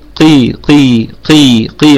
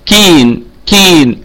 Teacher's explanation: القاف في أقل درجات التفخيم لأنها مكسورة · Shown in: first take